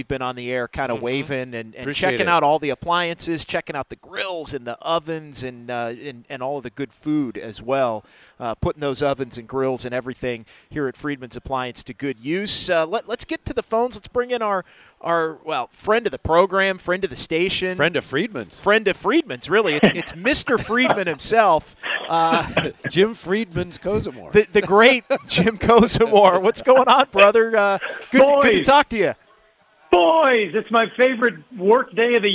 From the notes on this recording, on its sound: Live at Freidmans.